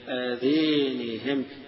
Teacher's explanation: آذانهم يقرأها بإمالة الألف الثانية